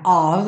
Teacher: esse F sempre com som de V